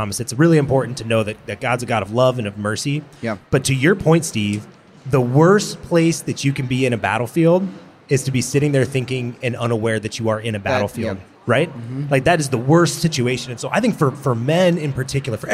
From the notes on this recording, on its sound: Man Catholic had the chance to record an episode live at SEEK23 in St.